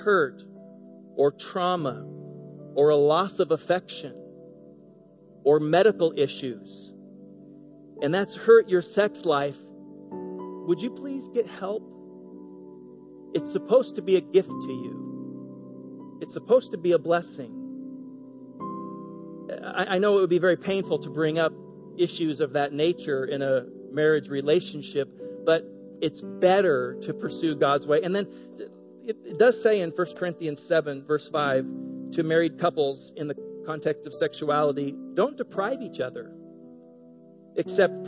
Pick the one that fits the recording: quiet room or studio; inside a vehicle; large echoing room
large echoing room